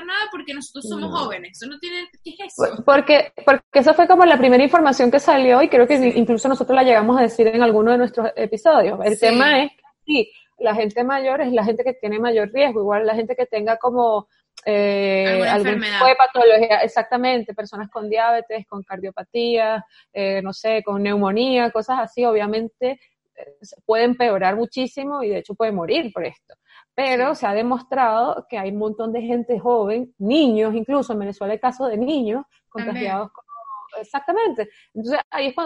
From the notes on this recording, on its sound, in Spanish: esta vez en modalidad de videollamada (pedimos disculpas porque la calidad de audio y video no es la acostumbrada)